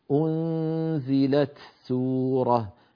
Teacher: بتاء ظاهرة شديدة مهموسة